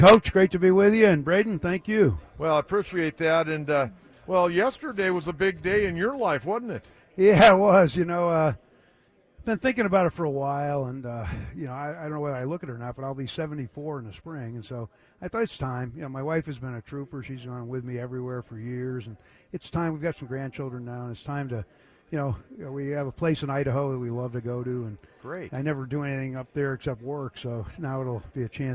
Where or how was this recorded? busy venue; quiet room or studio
busy venue